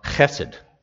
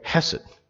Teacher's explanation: And you'll notice it's spelled there on the outline with the K in front, and that's because if you want to be really Jewish, you have to use a guttural sound at the beginning · Shown in: first take